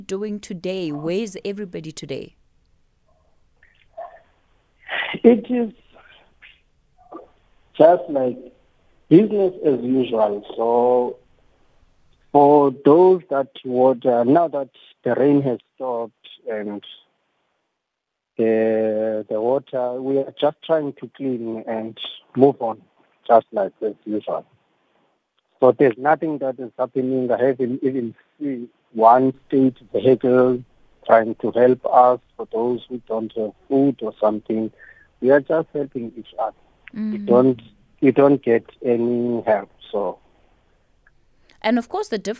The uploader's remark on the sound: Called in wanting to tell us what the situation is in his area.